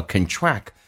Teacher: 当做动词的时候重音在 T 上，叫 contract，表示收缩